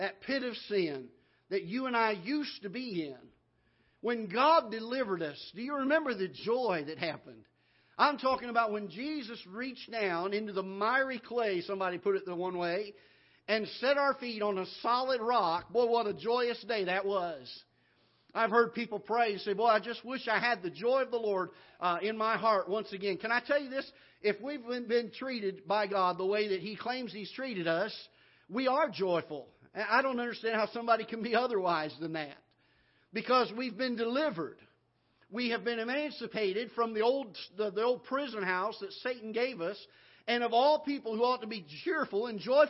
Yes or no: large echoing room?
yes